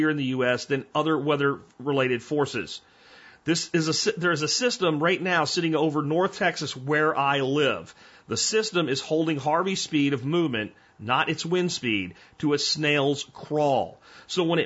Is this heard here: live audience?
no